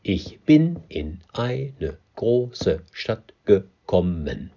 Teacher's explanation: Wenn eine betont ist, muss die Silbe davor unbetont sein, also in. Bin kann dann betont werden und unbetont ist wieder ich.